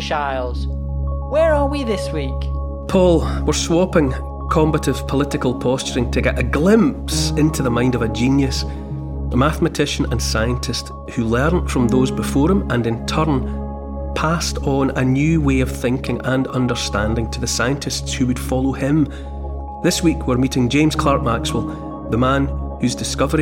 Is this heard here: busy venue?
no